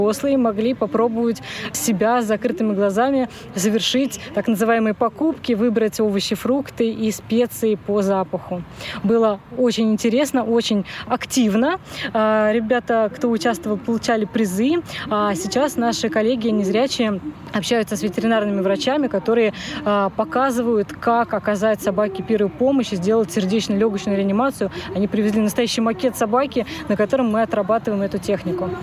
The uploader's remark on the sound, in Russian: Актуальный репортаж. Мероприятие, посвященное Дню фронтовой собаки, состоявшееся в московском парке «Торфянка».